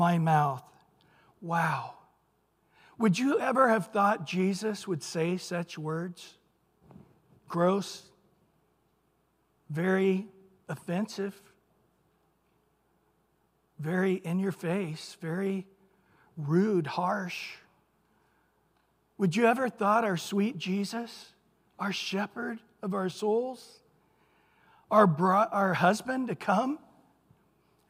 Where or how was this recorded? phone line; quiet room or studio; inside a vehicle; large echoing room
large echoing room